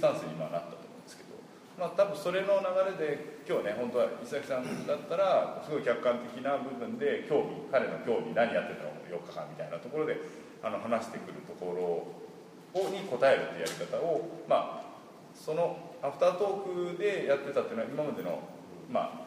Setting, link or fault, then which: setting, live audience